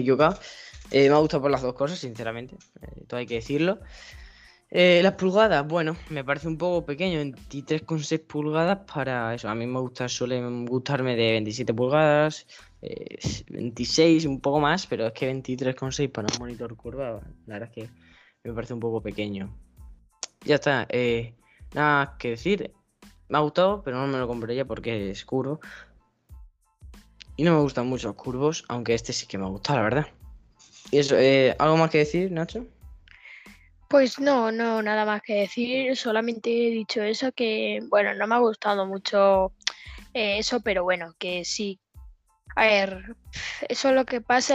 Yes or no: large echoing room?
no